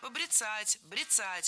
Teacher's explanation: Это слово имеет настолько непривычное ударение, что большинство людей не слышали и не представляют, что правильно – побрицать, брицать. Ударение в этом глаголе и в однокоренных глаголах ставится за корнем